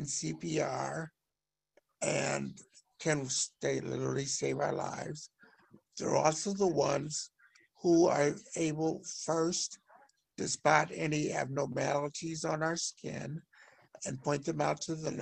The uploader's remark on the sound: In this episode, we are sharing the audio from Consumer Voice’s webinar that was part of the “Dignity for All: Staffing Standards Now!” campaign.